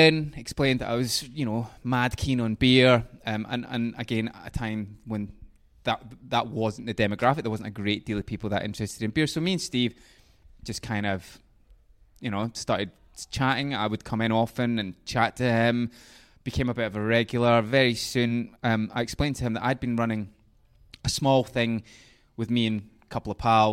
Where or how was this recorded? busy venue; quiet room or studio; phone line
busy venue